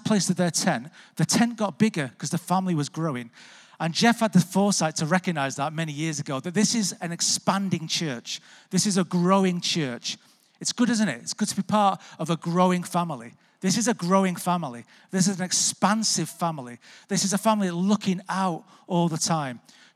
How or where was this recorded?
large echoing room